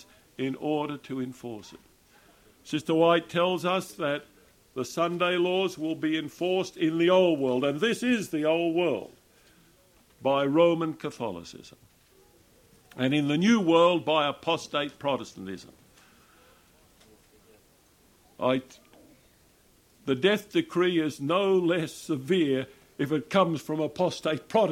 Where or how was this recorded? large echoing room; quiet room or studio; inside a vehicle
large echoing room